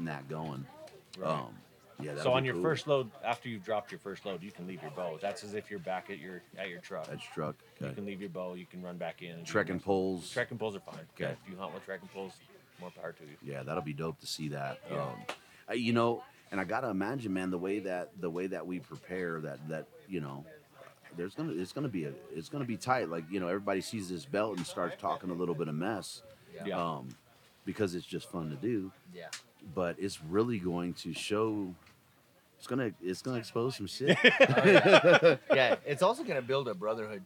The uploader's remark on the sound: Live from Mountain Archery Fest. I love sitting down face to face to record episodes!